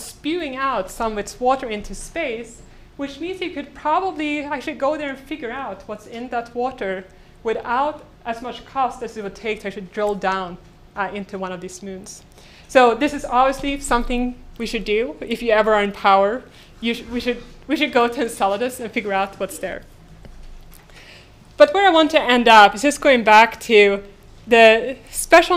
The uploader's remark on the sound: Delivered this lecture on January 20, 2018 at the University of Chicago. The lecture, which includes the Q and A session.